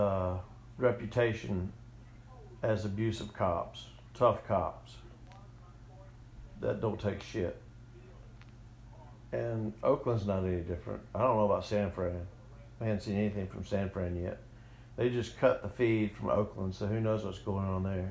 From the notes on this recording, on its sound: audio difference from voice to music, sorry